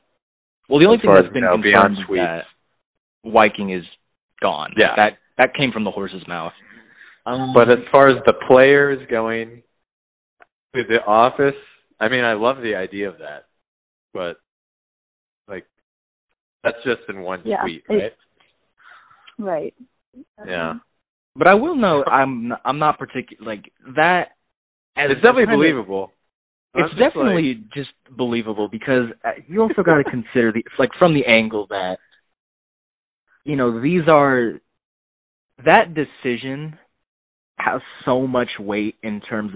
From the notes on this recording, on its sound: Frantically re-record another episode via phone call.